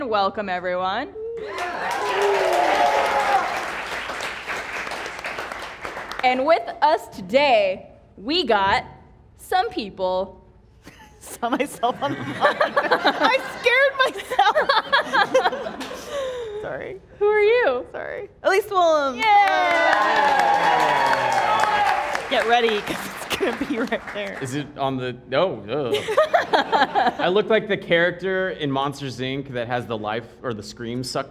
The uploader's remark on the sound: Filmed in front of a live audience!